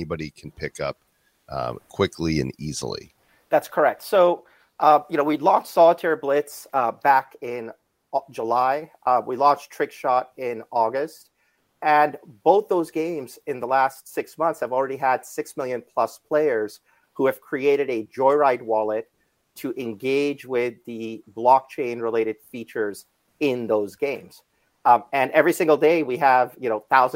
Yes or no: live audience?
no